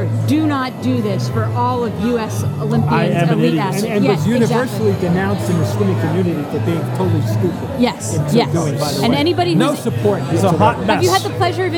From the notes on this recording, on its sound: live from Fenway Johnnie's in Boston